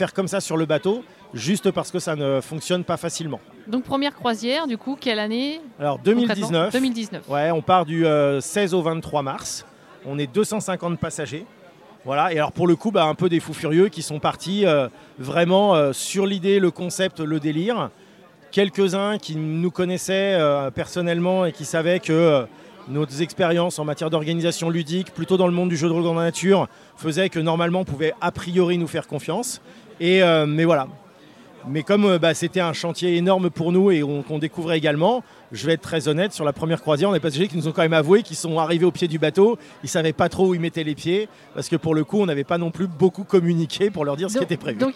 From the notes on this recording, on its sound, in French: Rencontre au festival Paris Est Ludique 2023